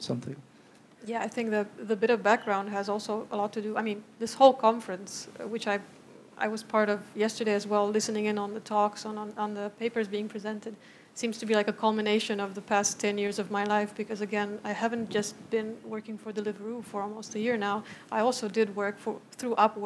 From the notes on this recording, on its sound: Questions from Gig Workers session at 'Reshaping Work in the Platform Economy conference.